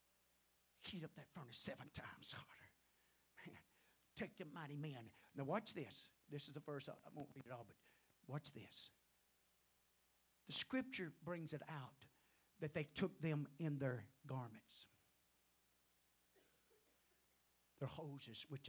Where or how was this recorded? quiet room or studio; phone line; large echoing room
large echoing room